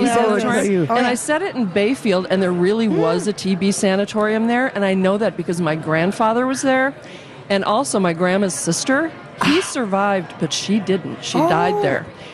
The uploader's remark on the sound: Live at the AC Hotel!